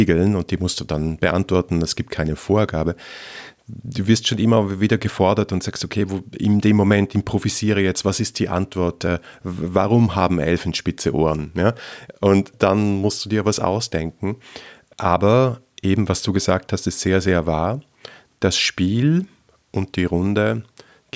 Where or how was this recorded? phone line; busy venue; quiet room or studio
quiet room or studio